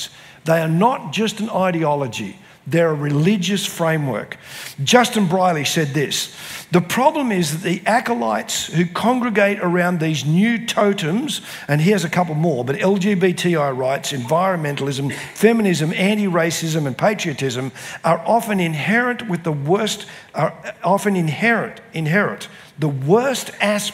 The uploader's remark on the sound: spoke at the CRC National Conference in 2023 held at Diggerland Church in Redcliffe Victoria.